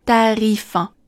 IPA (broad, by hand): tarif ʒœn